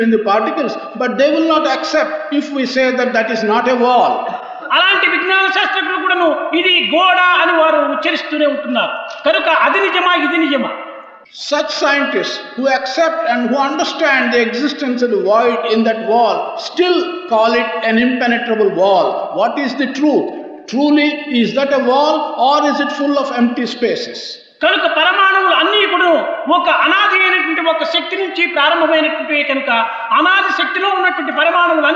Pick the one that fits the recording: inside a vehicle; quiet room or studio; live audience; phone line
live audience